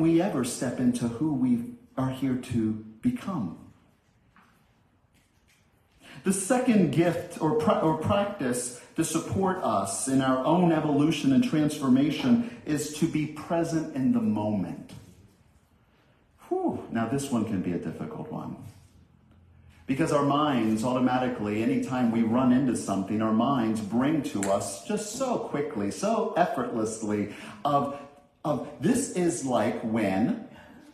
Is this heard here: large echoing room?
yes